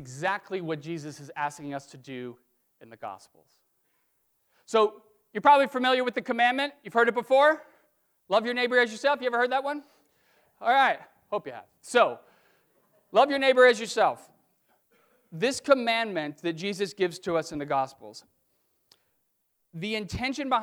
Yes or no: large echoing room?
yes